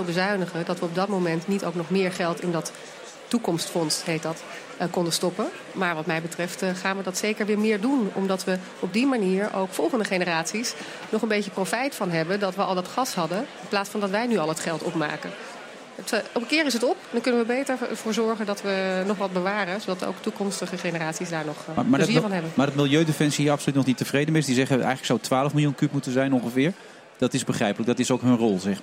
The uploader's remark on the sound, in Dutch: We zenden live uit vanaf het CHIO in Rotterdam